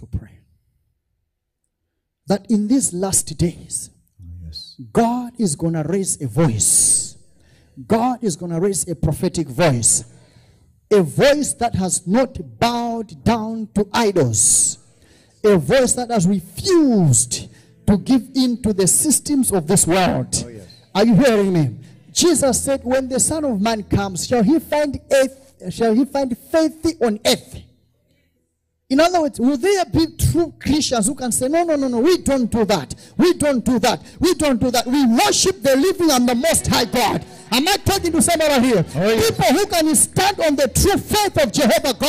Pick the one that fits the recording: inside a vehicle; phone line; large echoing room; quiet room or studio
large echoing room